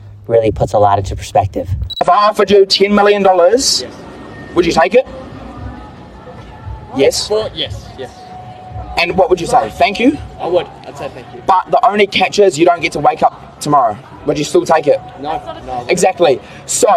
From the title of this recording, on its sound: Walk N Talk